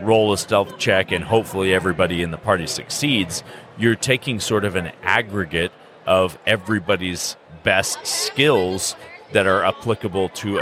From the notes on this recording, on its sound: A special broadcast from Gem State Comic-Con in Boise, ID. Recorded live during the convention.